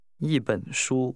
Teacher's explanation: The measure word 本 is pronounced with a falling, rising tone.